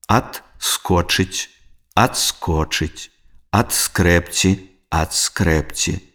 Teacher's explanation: У спалучэнні звонкага зычнага «д» і свісцячага «с» перад глухім зычным «к» звонкі «д» аглушаецца і вымаўляецца як «т» або афрыката «ц».